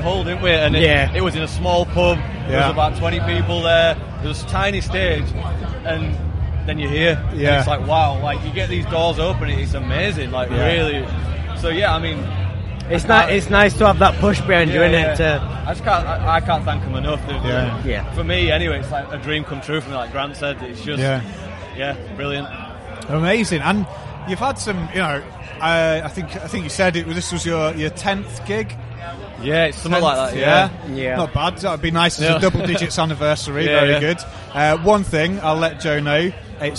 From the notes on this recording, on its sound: We’re kicking off with the first of 4 episodes featuring conversations recorded at Slam Dunk festival 2022! This was the busiest day of recording we’ve ever had but was great to speak to so many people.